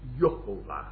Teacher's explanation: you must lighten the first syllable, take away the stress from the first syllable